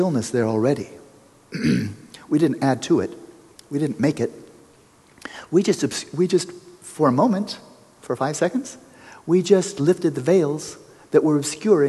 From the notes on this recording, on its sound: We go into an open mic Q&amp;A session. After the meditation, we go into an open mic Q&A session.